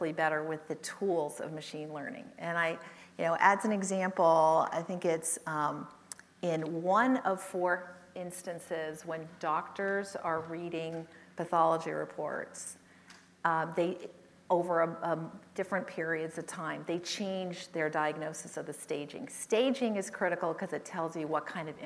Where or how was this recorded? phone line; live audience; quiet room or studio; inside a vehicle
live audience